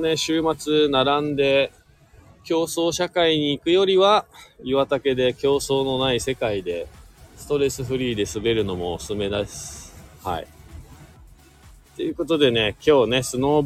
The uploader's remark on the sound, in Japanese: 本日、白馬岩岳スキー場で滑り終了後 車の中から